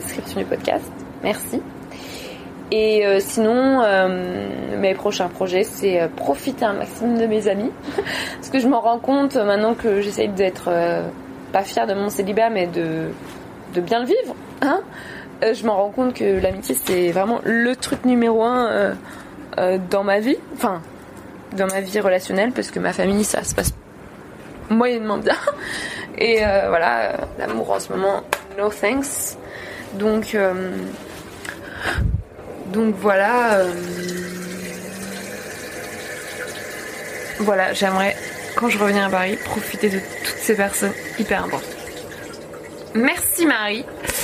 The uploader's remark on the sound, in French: Épisode enregistré sur un cargo naviguant dans l'océan Indien